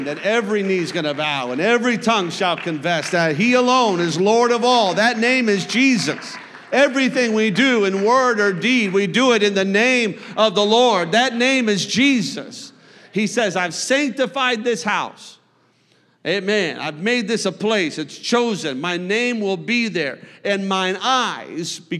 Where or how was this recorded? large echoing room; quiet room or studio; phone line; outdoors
large echoing room